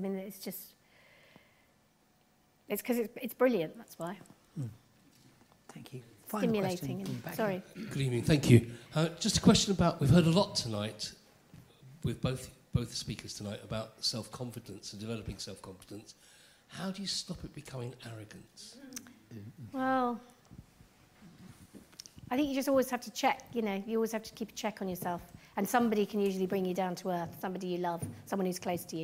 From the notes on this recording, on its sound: LIVE from The Theatre Royal Bath.